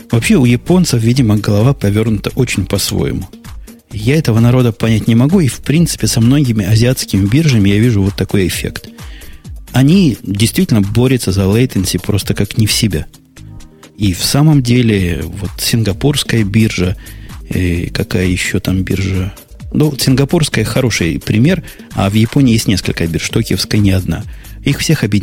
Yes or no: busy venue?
no